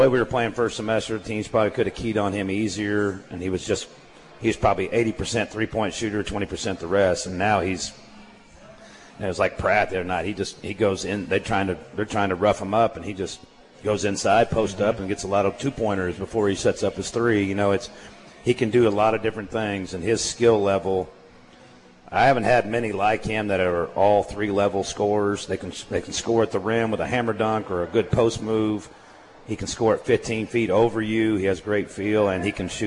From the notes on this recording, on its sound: live from AJ's at The Alley in Hutchinson